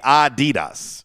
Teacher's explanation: So it's supposed to be Adidas. So really more emphasis on the first syllable than on the second, where we're always like, hey, it's Adidas.